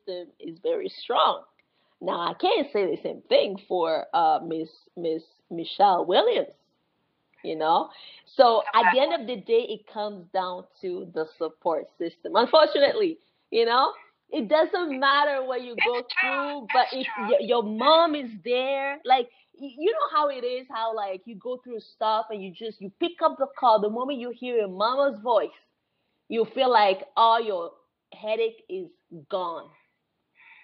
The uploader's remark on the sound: Sorry for the poor audio